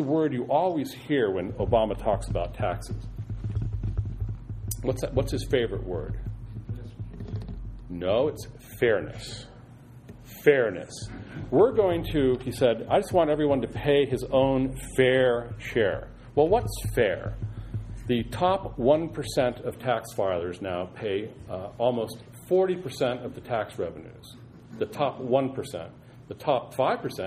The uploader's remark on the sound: Delivers remarks in Effingham, Illinois. To the Effingham audience.